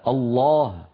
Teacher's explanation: إن العرب في زمن النبوة كانوا يفخمون حرف اللام من لفظ الجلالة الله